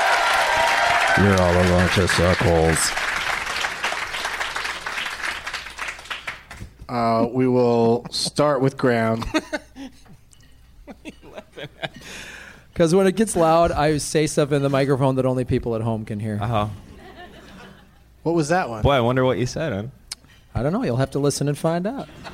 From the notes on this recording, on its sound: Live from the Helium Comedy Club in Portland Oregon